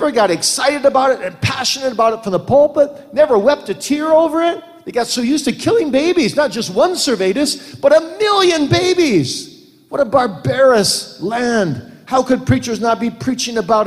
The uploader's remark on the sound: Q & A from the 2017 Boise Reformation Conference